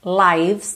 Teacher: lives, não pronuncia o E, então do V vai direto pro S, lives. all of our lives, covered up quickly.